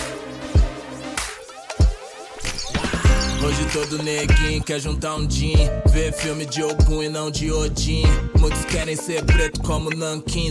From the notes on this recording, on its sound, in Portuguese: O que rolou no live set da festa. Toquei a onda da festa, muito boombap e uns sons não tão badalados.